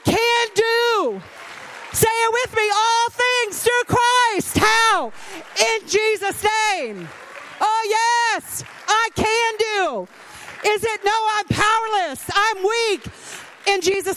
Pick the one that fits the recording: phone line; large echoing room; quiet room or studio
large echoing room